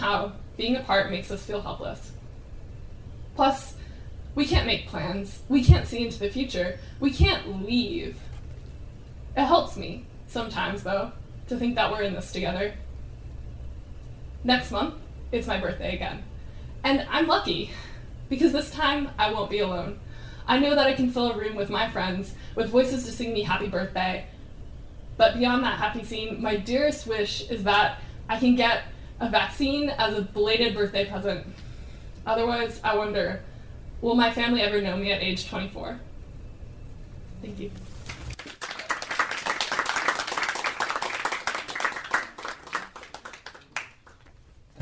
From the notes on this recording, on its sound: Stories and poems from the UC Postgrad Students Association Open Mic Event